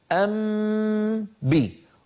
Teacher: إذن لما يأتي ميم ساكنة بعدها باء فإننا بدلا من أن نذهب إلى الشفتين مرتين فنقول مثلا أم به جنة، انظروا أم به، نذهب مرة واحدة أم بي، أطبق الشفتين على ميم وأمط غنتها ثم أجافي الشفتين عن باء